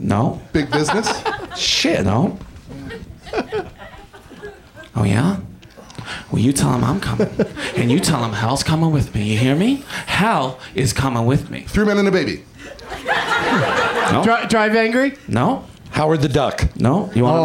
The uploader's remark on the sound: Live from the UCB Franklin in Hollywood